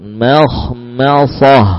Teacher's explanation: Mim tipis, kha tebal. Mim tipis, shad tebal.